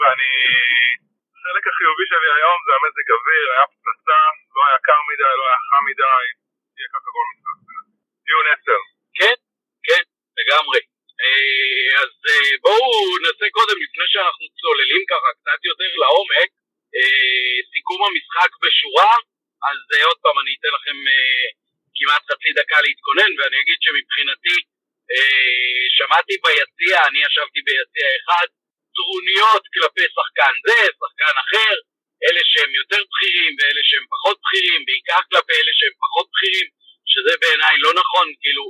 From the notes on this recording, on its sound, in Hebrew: הוקלט במכוניות בדרך חזרה מהמשחק